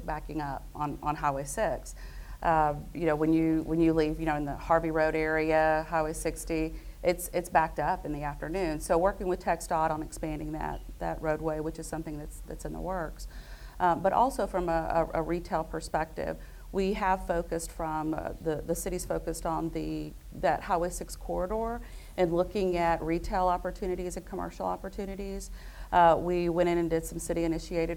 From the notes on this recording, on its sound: Live from The Stella Hotel. This episode was taped in front of a live audience.